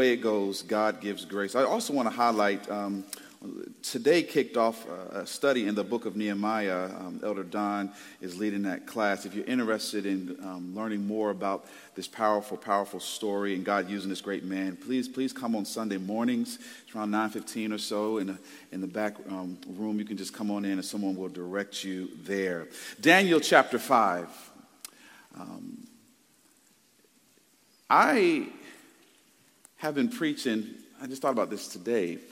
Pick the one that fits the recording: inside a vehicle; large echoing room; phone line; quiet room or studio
large echoing room